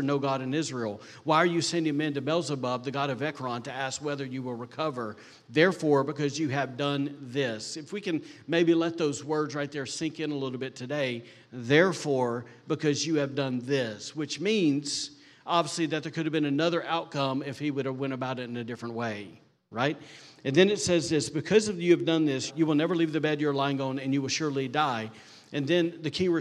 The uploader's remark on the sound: recorded on Sunday, July 30th, 2023, during service at The Anchor Church in Rockport, Maine